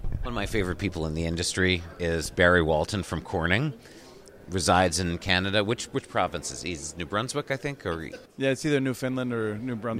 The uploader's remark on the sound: joined live from Broadband Communities